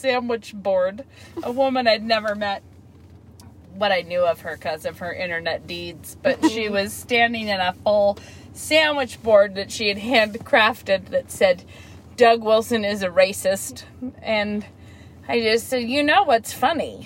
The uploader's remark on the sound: This week we have not one, but two special guests with us in the car!